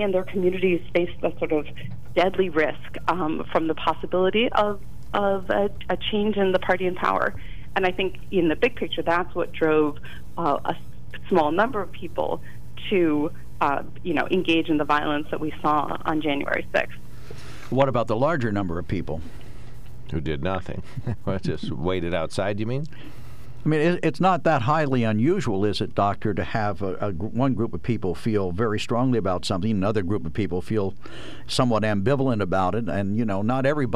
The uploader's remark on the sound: Then vibrant open phones. During open phones.